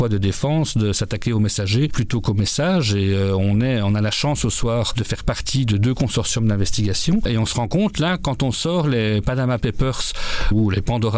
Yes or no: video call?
no